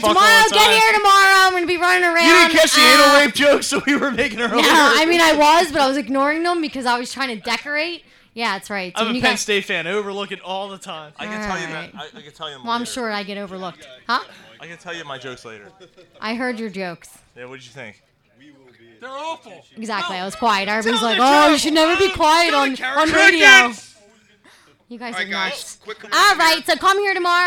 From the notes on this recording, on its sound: The gang is live from Naked Brewing Company.